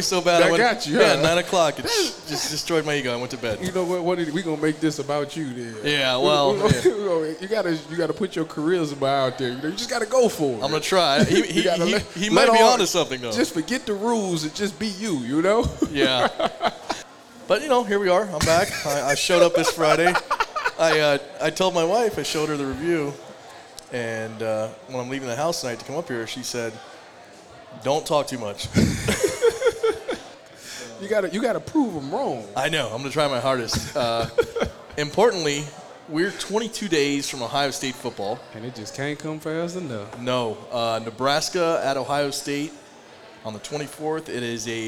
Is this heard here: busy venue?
yes